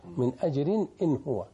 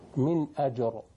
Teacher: إذا وصلت الراء ترقى، إذا وقفت تفخم الراء